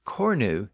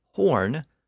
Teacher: the K sound in the original Indo-European language had shifted to an H sound in the Germanic languages, including English.